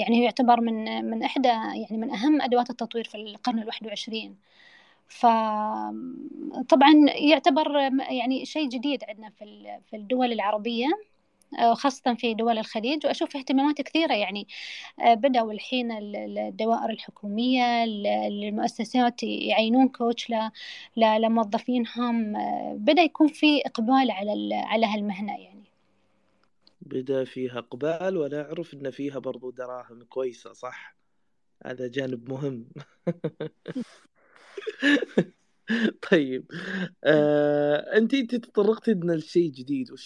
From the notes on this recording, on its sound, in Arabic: تسجيل لمساحة ابن رشد الأسبوعية على منصة تويتر